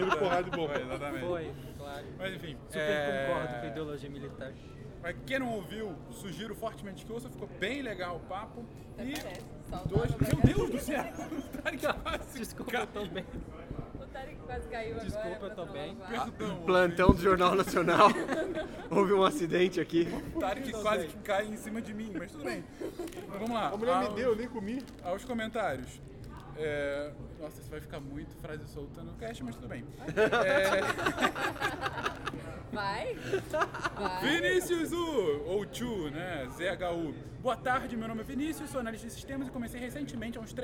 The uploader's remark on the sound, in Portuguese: Gravamos diretamente da CCXP &#8211; e não editamos quase nada, ou seja, não nos responsabilizamos por conversas paralelas. Gravamos diretamente da CCXP – e não editamos quase nada, ou seja, não nos responsabilizamos por conversas paralelas ou músicas de Pokémon no fundo.